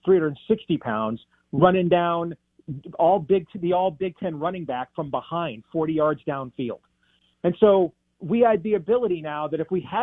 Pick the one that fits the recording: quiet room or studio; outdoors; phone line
phone line